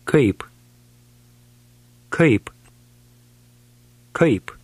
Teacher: Notice the ai sound with the stress on the last part.